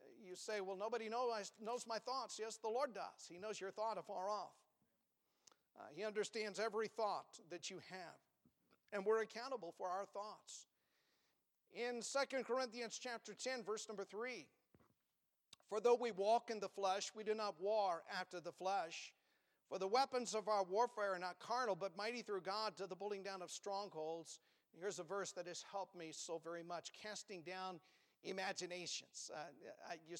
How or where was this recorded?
large echoing room